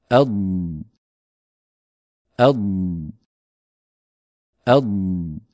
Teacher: الاستطالة كما نرى إخواني هي اندفاع اللسان عند نطق الضاد من مؤخرة الفم إلى مقدمته حتى يلامس رأس اللسان أصول الثنيتين العليين